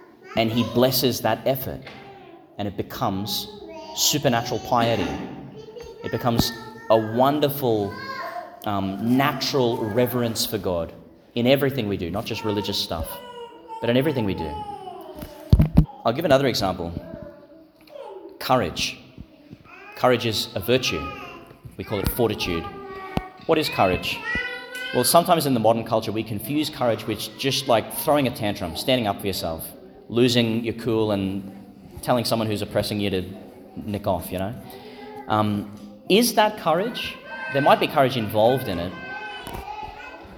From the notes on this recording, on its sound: Homily for Pentecost Sunday Vigil, delivered in St Patrick's Catholic Church, Calliope, Qld.